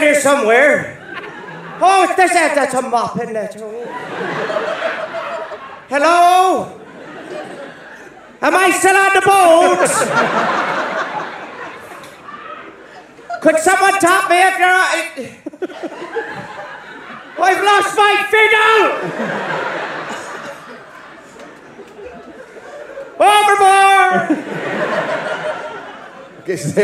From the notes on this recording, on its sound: Live in Australia. Live from The Powerhouse Theater in Brisbane, Australia.